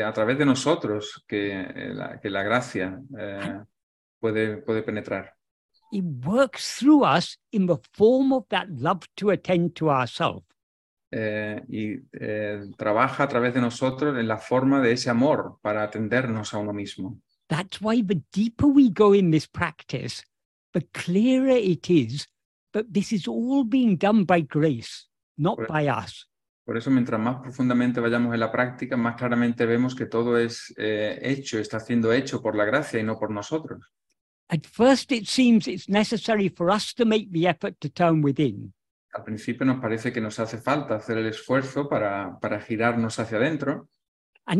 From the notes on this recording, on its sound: In a Zoom meeting of ‘Yo Soy Tu Mismo’ (a group of Spanish devotees of Bhagavan Sri Ramana).